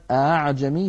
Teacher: فيقرأها بتسهيل الهمزة الثانية لا بتحقيقها، مع أن التحقيق هو الأصل. لماذا هكذا رواها عن شيخه